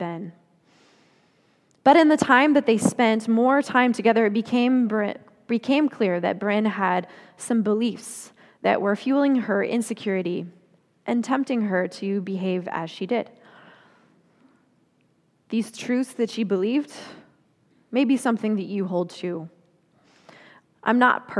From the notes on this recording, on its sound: Confirmation Sunday message delivered during the Traditional Worship Service. Confirmation Sunday message delivered during the Traditional Worship Service.